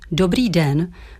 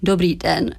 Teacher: Namísto výslovnosti dobrý den, při které hlasivky kmitají rychle, vyslovíme dobrý den. Ve druhém případě při výslovnosti slova den hlasivky kmitaly výrazně pomaleji. · Shown in: second take · Jde o to, že poslední slovo či slabiky jsou vysloveny, když bychom měli možnost nahlédnout do hrtanu, za velmi zpomaleného kmitání hlasivek. Namísto výslovnosti dobrý den, při které hlasivky kmitají rychle, vyslovíme dobrý den. · Term: třepená fonace